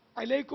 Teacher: علیکم میں عین ہے، حلق سے نکلے گا